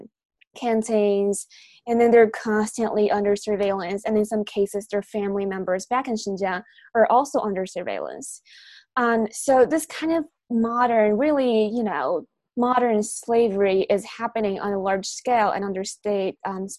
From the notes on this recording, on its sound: In this La Trobe Asia webinar